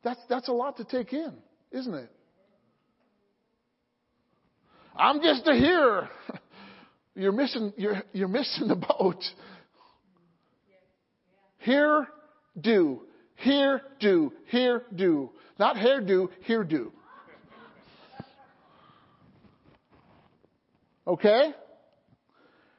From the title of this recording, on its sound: Sunday Morning Service